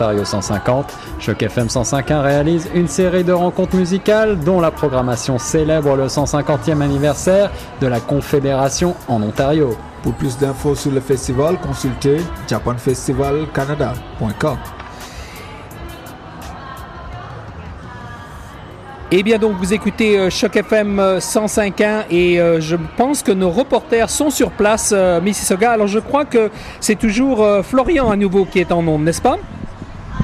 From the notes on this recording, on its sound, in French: En direct depuis le Japan Canadian Festival 2017